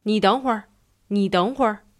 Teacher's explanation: Note that the 会儿 there is third tone. 你等会儿。 Technically, it's supposed to be fourth tone.